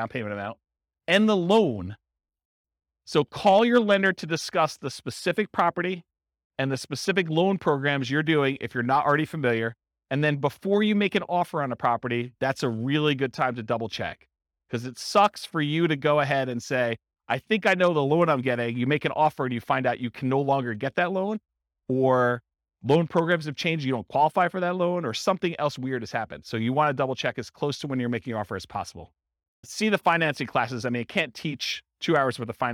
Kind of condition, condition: setting, live audience